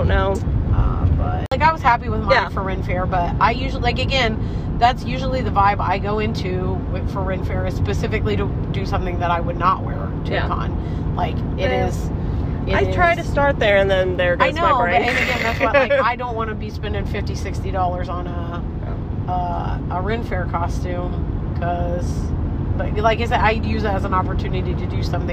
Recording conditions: inside a vehicle